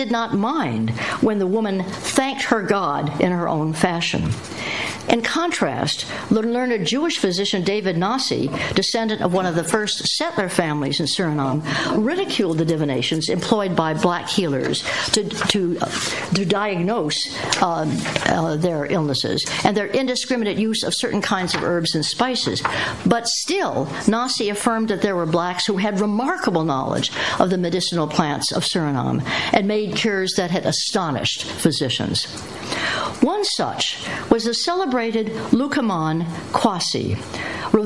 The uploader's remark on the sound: lecture held at CEU in 2010